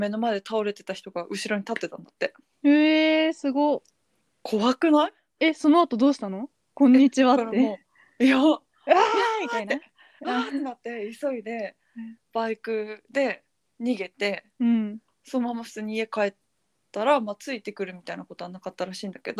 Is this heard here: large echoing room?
no